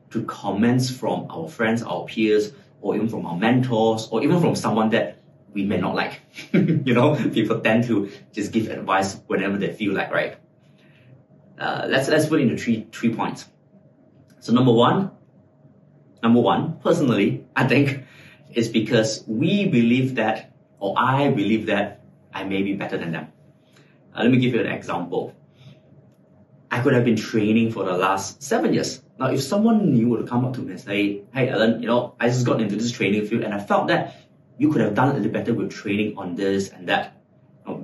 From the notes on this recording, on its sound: My trusty microphone may be busted. Even in the face of technical glitches.